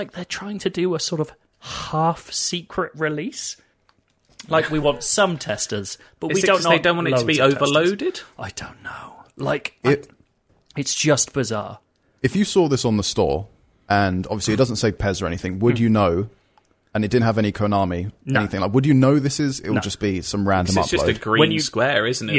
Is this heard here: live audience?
no